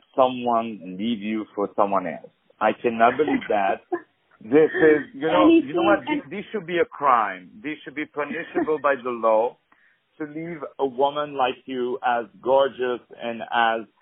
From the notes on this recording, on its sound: On the phone